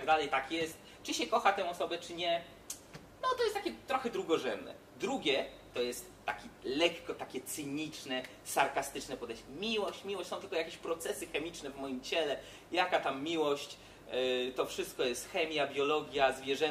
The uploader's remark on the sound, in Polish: Za ugoszczenie nas i możliwość nagrania podcastu dziękujemy Świetlicy Wolności – niezwykłemu pubowi przy Nowym Świecie 6/12 w Warszawie.